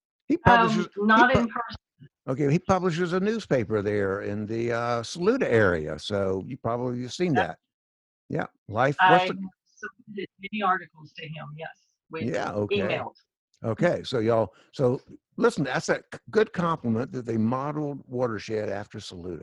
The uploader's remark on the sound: We are still zooming and invited past guests to come and pay a visit for this special occasion. Once again, in this current age of social distancing, we were recording via Zoom.